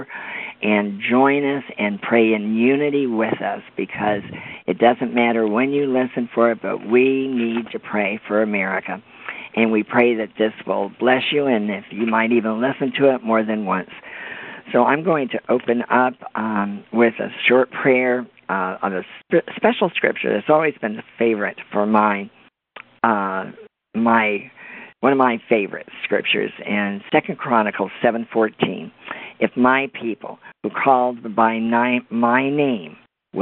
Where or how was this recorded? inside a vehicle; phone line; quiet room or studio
phone line